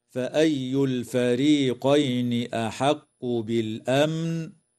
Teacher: تظهر لام التعريف في كلمة الفريقين وفي كلمة بالأمن، ويسمى إظهارا قمريا، وتظهر الميم الساكنة في كلمة بالأمن ويسمى إظهارا شفويا، ويجوز الوقف على كلمة بالأمن من قبيل الوقف الجائز.